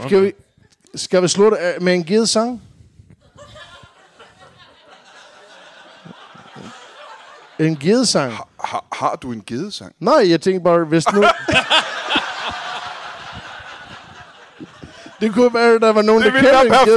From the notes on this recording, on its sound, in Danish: Optaget foran et mageløst live publikum på det altid magiske Ramsømagle Forsamlingshus.